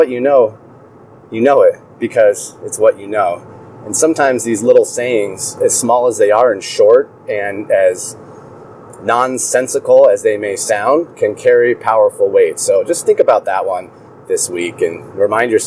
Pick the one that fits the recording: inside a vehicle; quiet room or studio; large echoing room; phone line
inside a vehicle